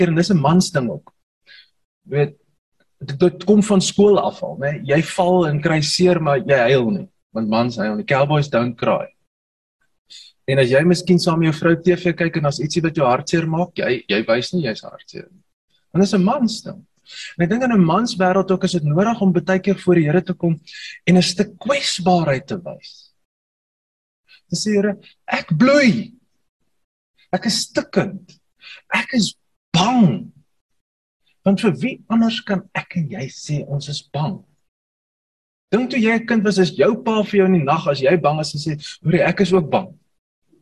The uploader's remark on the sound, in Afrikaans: Manne van die Woord Zoom Byeenkoms.